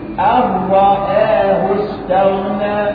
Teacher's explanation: إدغام النون الساكنة في الراء كأن النون لا تنطق. أن رآه لا نقول أن رآه لا. · Term: إدغام بغير غنة